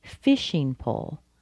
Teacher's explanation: Pole has a little bit less stress than fishing.